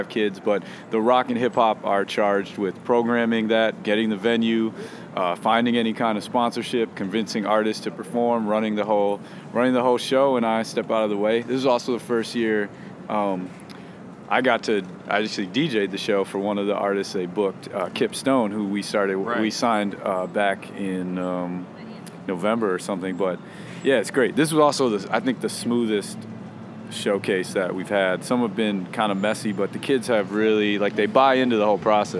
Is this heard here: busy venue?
yes